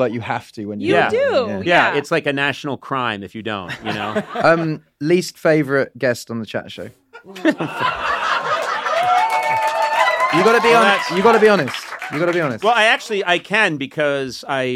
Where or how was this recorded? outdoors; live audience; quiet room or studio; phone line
live audience